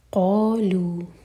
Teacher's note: قا اور لو دونوں برابر، مد طبعی ہیں، دو حرکہ لمبے